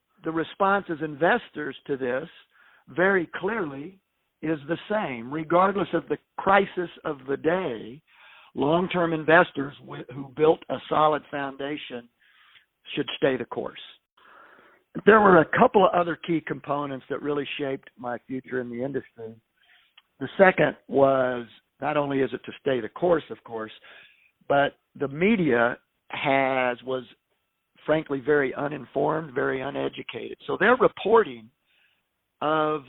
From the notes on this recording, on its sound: Phone Audio. It is our intention to hold podcast recordings in-person with professional equipment when it is safe to do so, but in an effort to begin sharing our messages in these trying times, we are temporarily utilizing phone-call recordings.